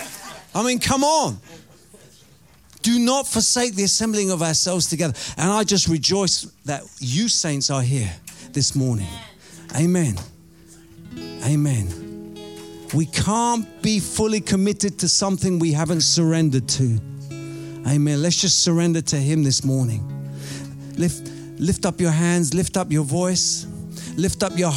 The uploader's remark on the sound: Preaching at Oasis Church, Watford, England.